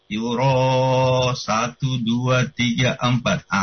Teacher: ro mat tabi'i ketemu dengan hamzah itu empat harakat. Yuro 1 2 3 4 ah, empat kali ketukan ya.